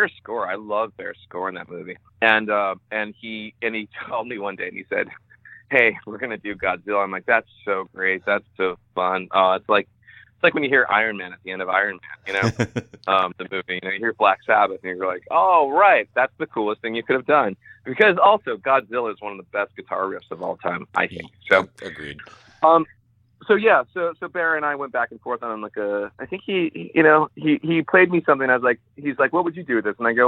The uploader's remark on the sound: we hopped on the phone